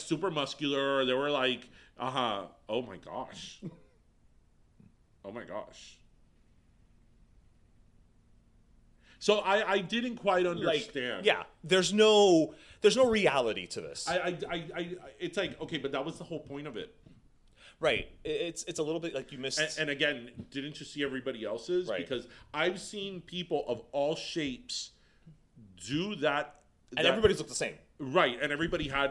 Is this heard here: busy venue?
no